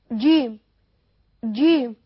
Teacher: وسط اللسان يخبط في الحنك الأعلى يطلع الجيم